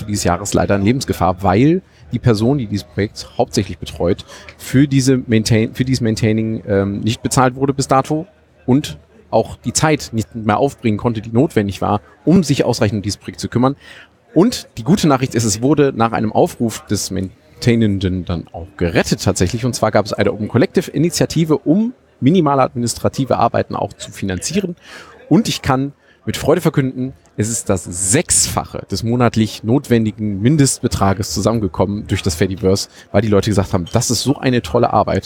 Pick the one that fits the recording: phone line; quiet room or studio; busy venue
busy venue